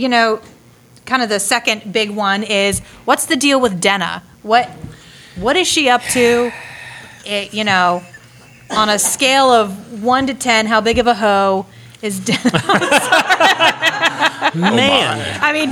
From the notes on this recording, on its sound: This episode is a live recording from Balticon 53.